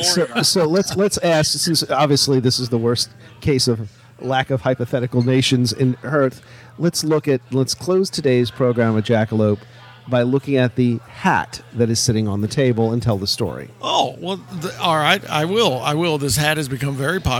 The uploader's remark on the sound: LIVE AT GONZOFEST. Since GonzoFest is at least part swap-meet.